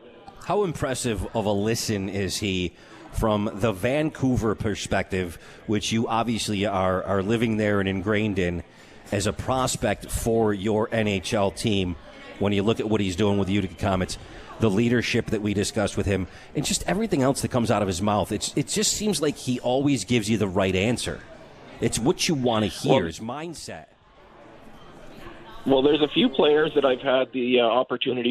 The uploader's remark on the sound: At The 72 Tavern & Grill and joined on the phone.